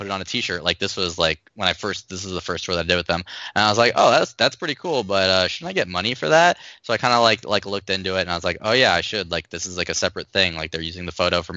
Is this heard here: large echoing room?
no